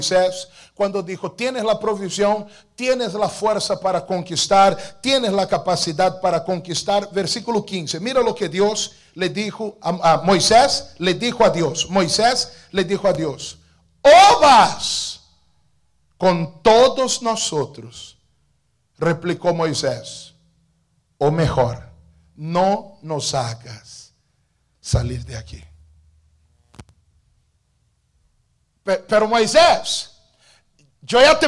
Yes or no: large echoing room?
yes